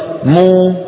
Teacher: والمضموم يخرج بتباعد الشفتين ولكن بانضمامهما كهيئتهما عند نطق الواو مو، فهما عملان.